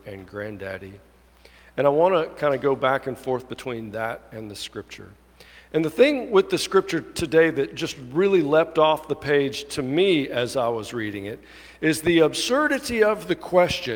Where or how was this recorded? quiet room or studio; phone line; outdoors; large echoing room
large echoing room